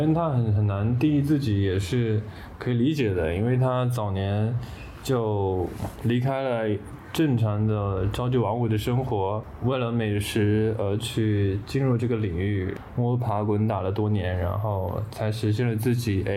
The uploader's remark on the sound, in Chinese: 录制行为发生时两个主播都没有任何准备，拿起录音笔在客厅直接就录了起来，贵在真实。